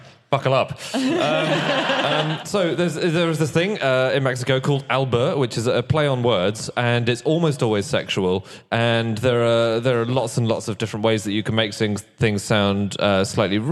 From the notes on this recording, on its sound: Live from Birmingham